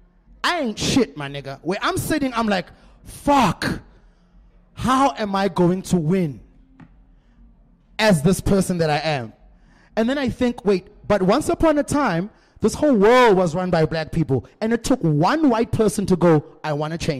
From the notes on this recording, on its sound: With a live audience from The Little Fox, Newtown.